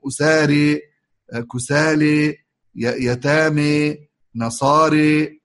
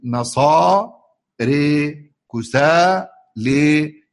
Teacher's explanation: الإمالة الألف الأخيرة ليست التي في وسط الكلمة